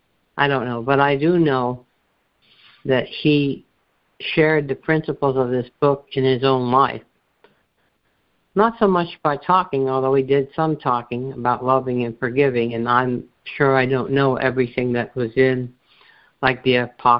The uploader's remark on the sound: ACIM Daily Conference Call.